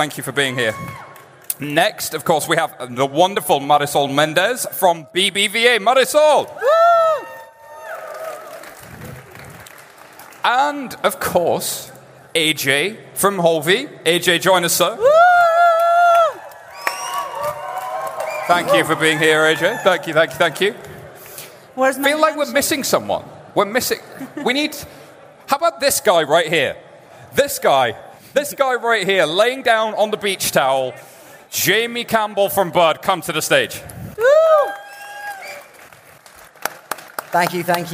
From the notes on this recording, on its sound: This week's very special show was recorded live at a beach party in Helsinki (no, really), hosted by Finnish bank, OP.